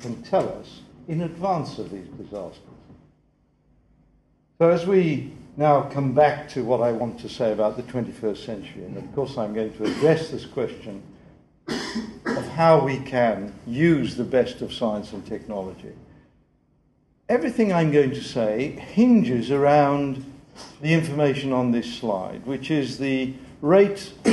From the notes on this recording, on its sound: The 2008 Duncan Davies lecture